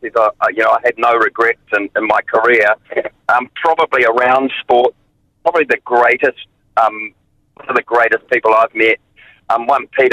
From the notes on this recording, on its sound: Listeners called in to share their memories of …. He phoned.